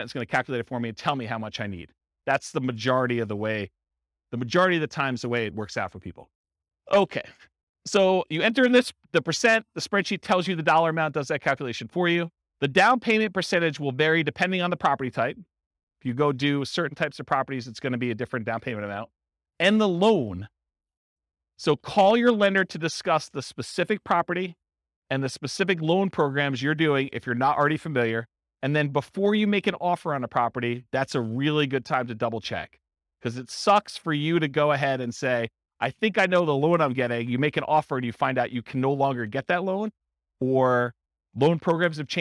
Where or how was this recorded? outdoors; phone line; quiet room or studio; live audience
live audience